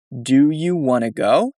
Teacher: Right, so want to becomes wanna.